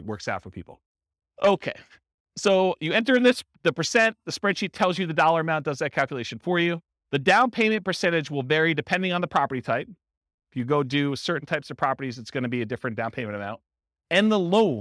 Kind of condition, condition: setting, live audience